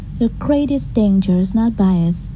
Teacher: mình nghe bạn ấy nói cái greatest đấy, cái âm gr đấy, bạn ấy nói thành âm kr